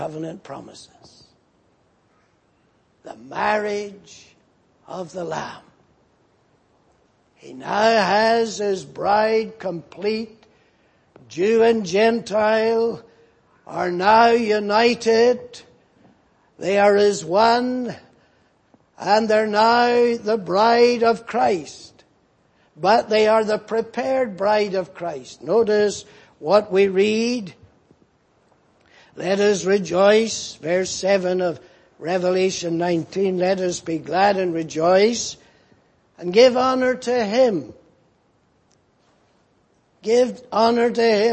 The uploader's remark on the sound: Preached in Grafton. At the Lord's Day Morning service on 5th May, 2019.